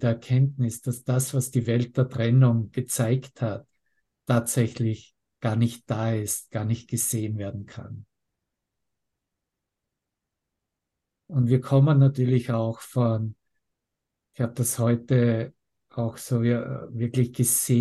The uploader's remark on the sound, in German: Zoom-Session. Veranstaltet von der Aleph Akademie.